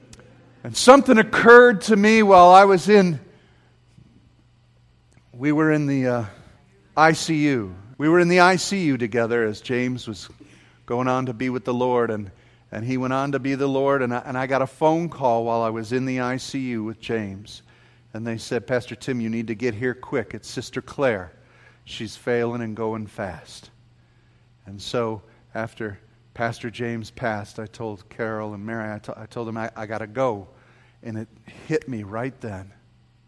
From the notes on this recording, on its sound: This sermon was preached at James Bankston's funeral